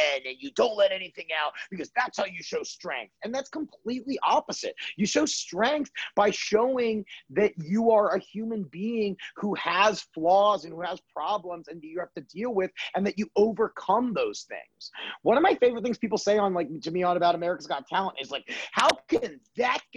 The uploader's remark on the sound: Recorded via Zoom.